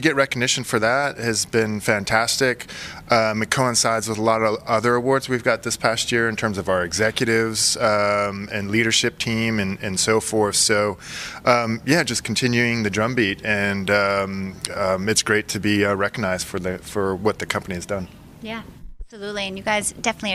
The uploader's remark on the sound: live from Telecom Exchange LA